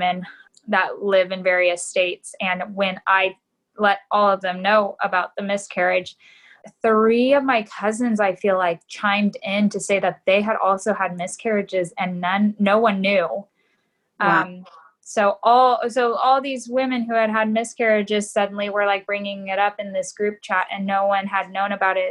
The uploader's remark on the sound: Via Zoom chat.